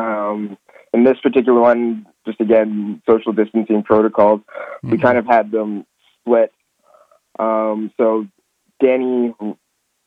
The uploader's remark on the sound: From the Vancouver Adapted Music Society (VAMS) over the phone.